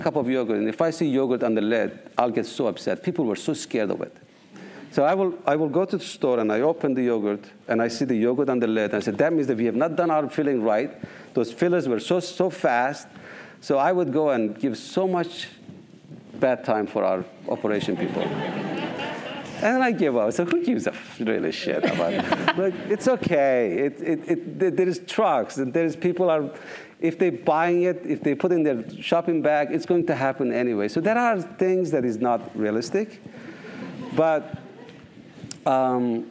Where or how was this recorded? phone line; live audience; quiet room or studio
live audience